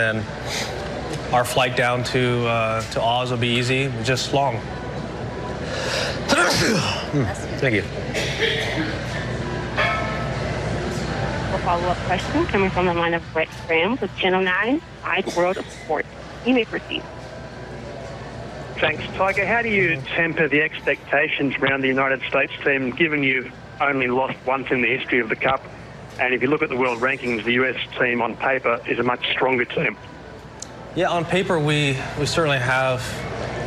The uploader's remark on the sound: special Presidents Cup press conference